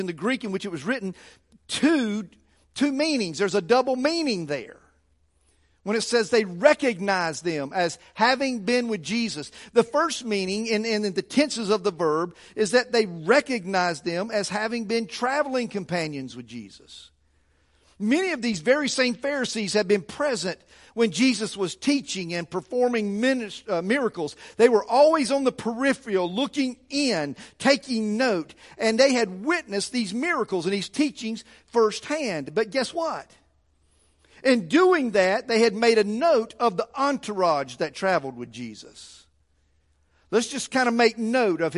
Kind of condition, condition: setting, large echoing room